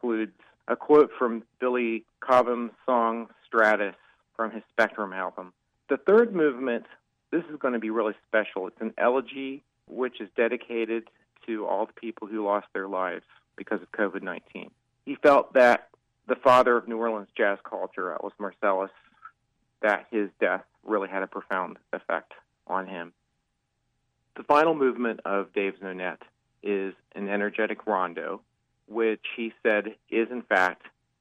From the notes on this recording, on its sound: joins us by phone